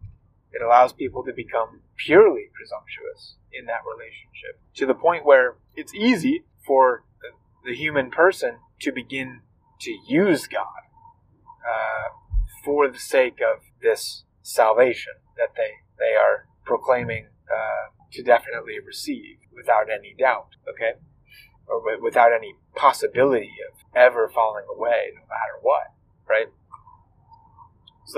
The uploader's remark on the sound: I apologize for the wind sounds in this episode. I try to edit them out as much as I can, but sometimes it is unavoidable. This podcast is recorded in a car -- wind is something I have to fight with often while editing, and sometimes the wind wins the fight.